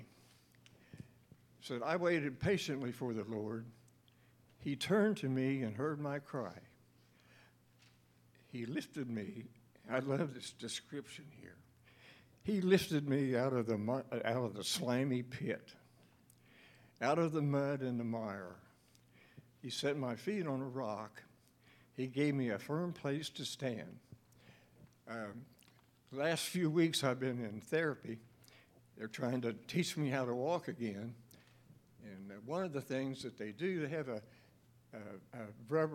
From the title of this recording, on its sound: LIVE Services at Sunshine